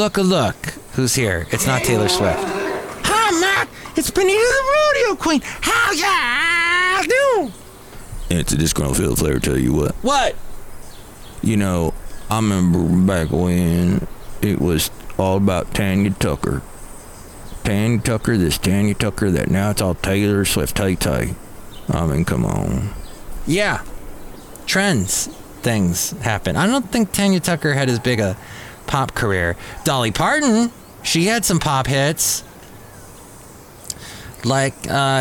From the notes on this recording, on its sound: podcasts live from Café Anyway